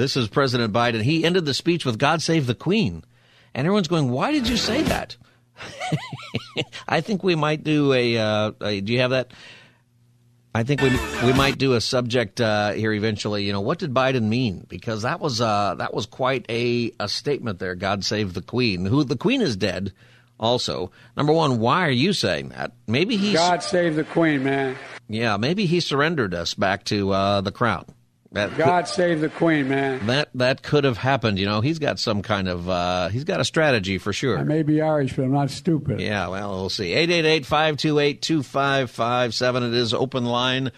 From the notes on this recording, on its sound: We also continue Open Phone Friday taking calls on any topic.